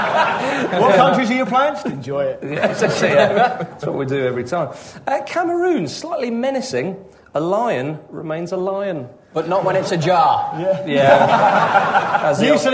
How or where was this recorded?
live audience